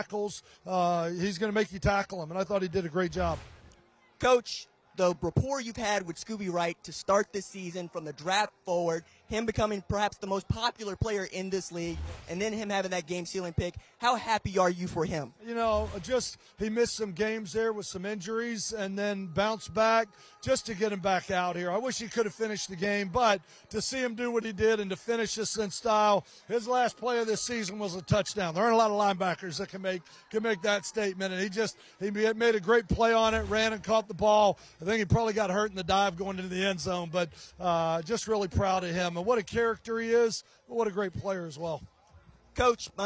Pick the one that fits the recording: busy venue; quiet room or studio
busy venue